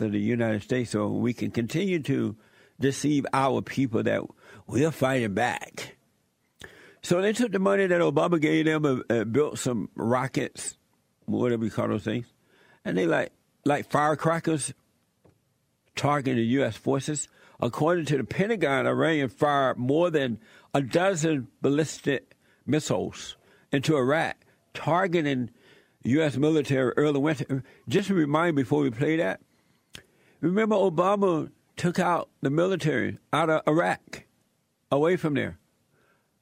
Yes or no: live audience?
no